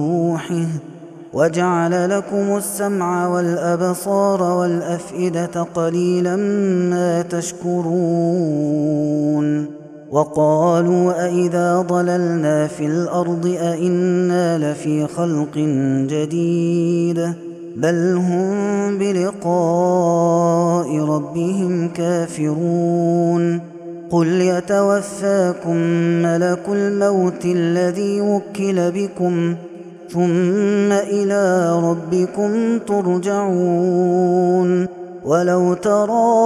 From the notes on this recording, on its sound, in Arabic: هذا التسجيل من صلاة التراويح